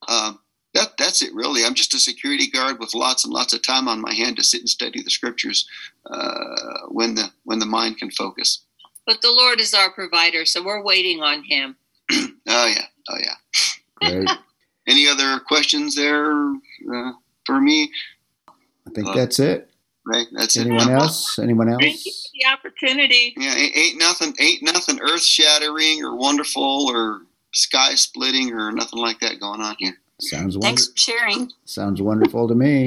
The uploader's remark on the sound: at our Zoom meeting #34